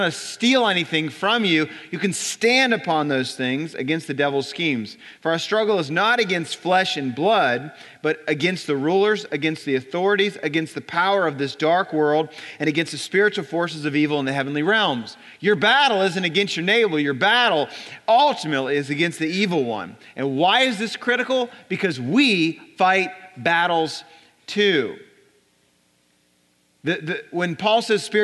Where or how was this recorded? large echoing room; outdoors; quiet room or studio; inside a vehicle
large echoing room